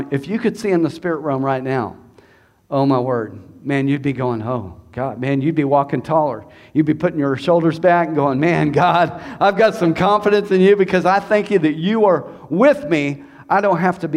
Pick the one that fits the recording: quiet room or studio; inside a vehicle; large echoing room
large echoing room